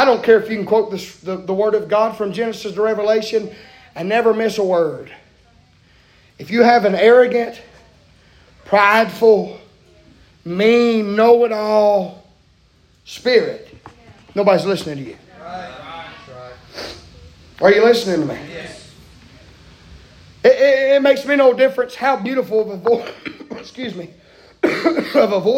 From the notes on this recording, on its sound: preaching live from Still Water Baptist Church